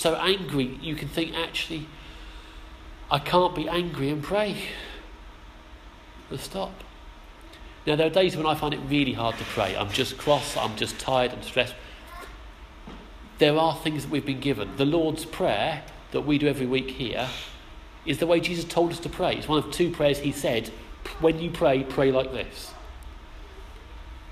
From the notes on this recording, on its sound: Our sermon from the 11am service on Sunday 16th October 2016